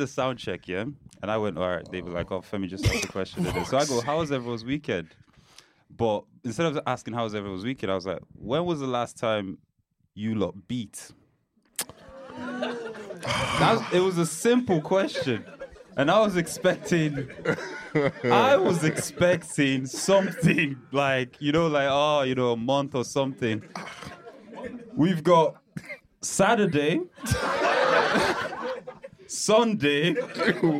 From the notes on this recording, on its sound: The live show was held at the Podcast Studios here in Dublin. With our live studio audience.